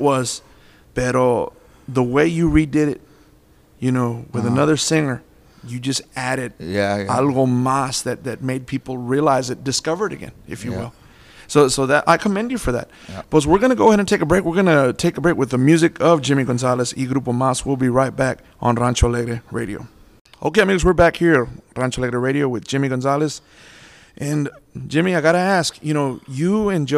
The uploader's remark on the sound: we recorded this interview at Most Precious Blood Catholic Church in Corpus Christi in December 2012